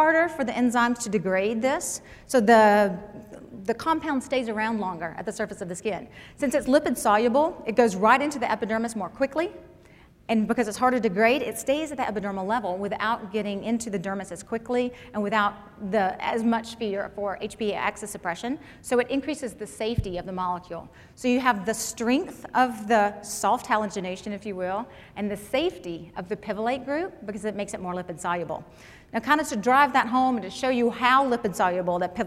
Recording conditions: live audience